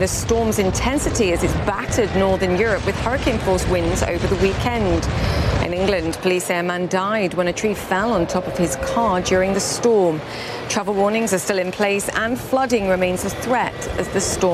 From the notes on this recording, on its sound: live from the New York Stock Exchange